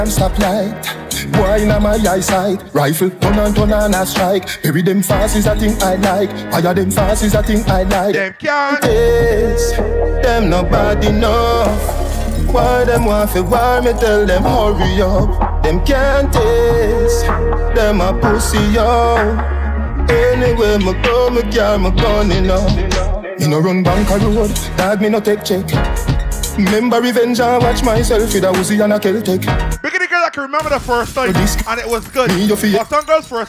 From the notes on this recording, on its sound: LIVE AUDIO FROM UNCENSORED The Cruise